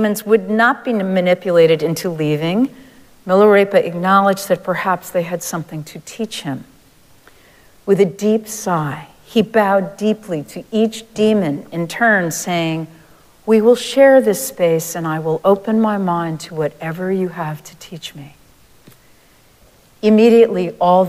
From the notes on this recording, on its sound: Recorded live at Arlington Street Church.